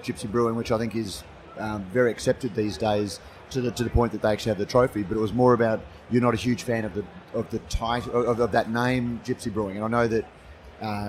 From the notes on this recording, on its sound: This is a special edition of Brews News, live from GABS in Melbourne. Brews News was able to take our mobile studio to GABS and capture some great discussions with a wide range of people in the beer industry. Today we have a series of shorter interviews.